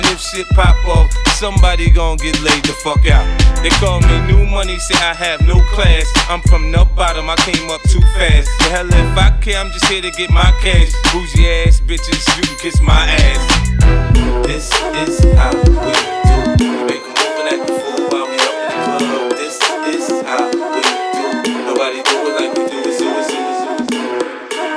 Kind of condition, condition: setting, busy venue